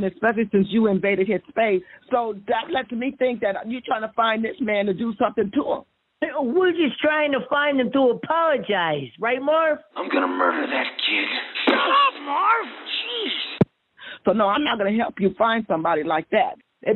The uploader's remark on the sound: makes a phony phone call